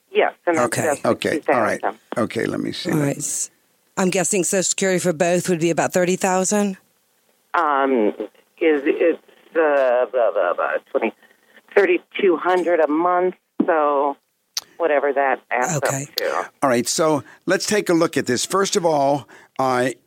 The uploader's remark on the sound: Financial planning call-in show.